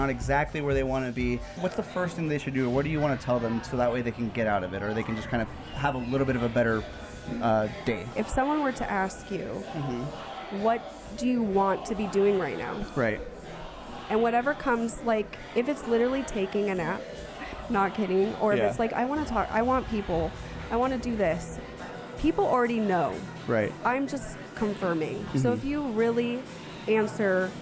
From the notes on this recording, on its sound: Please welcome our 2nd guest from our live event series! This podcast was recorded at the Rapunzel Salon and Spa in Boise, Idaho. The event was a 21+ Trunk or Treat where local business and indivuals came together to have a good time.